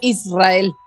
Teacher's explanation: Cuando está entre una vocal y una consonante, suena fuerte la R.